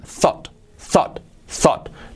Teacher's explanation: La mitad entre O y A.